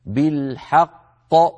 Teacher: فيصير النطق بقافين، الأولى مدغمة في الثانية وهي غير مقلقلة، والثانية ساكنة مقلقلة